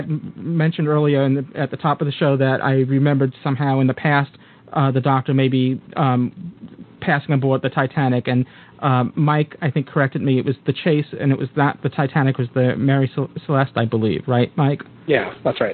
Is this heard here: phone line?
yes